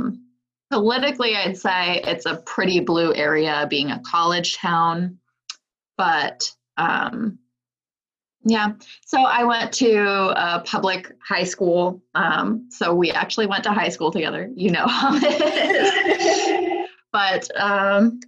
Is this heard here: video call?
yes